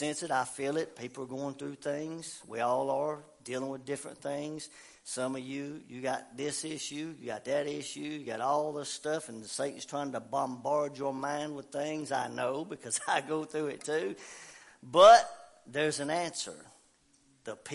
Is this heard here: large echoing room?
yes